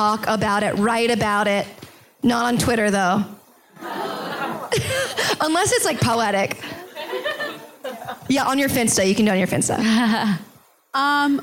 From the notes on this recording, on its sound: Live in Pittsburgh! A live show hosted by the Filipino Students Association at the University of Pittsburgh.